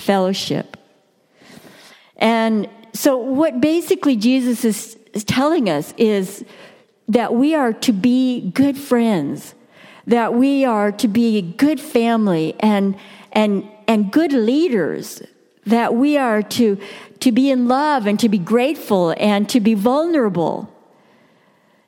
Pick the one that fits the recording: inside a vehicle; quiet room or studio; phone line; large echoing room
large echoing room